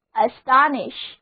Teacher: 重音放在第二个音节上，元音字母 O 发 O 的音